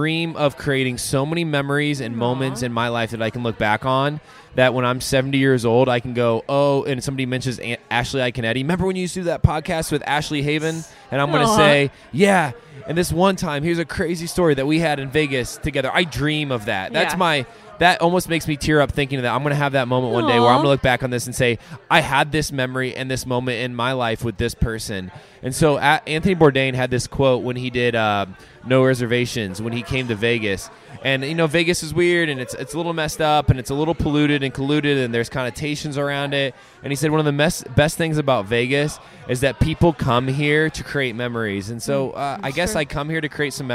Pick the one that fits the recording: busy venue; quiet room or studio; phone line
busy venue